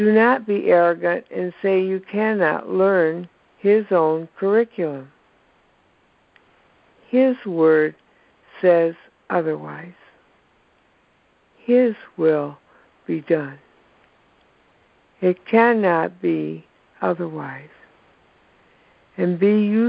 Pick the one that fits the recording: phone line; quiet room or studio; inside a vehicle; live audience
phone line